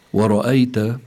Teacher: الراء هنا مفخمة لأنها مفتوحة